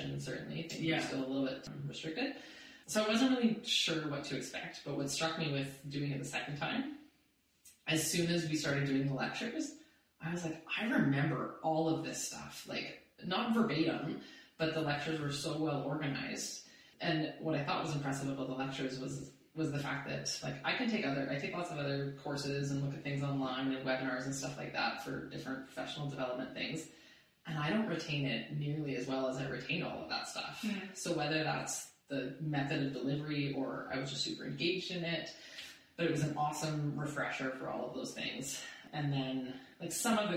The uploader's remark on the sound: Apologies for the audio on this one guys. We lost the file from the mics unfortunately.